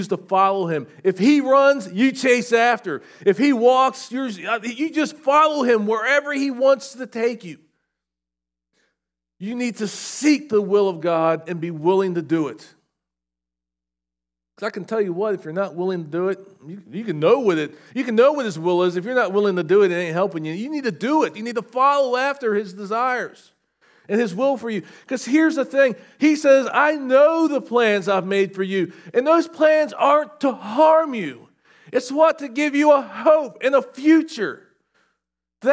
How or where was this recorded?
large echoing room